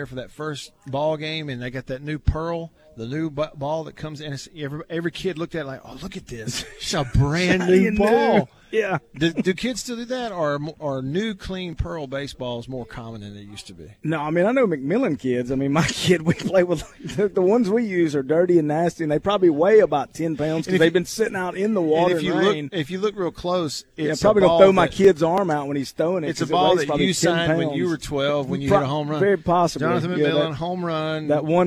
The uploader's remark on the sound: LIVE from DeViney Equipment in Madison